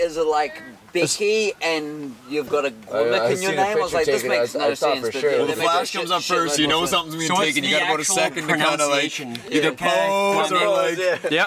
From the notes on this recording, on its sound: We're at the Sugarloaf Adrenaline festival this week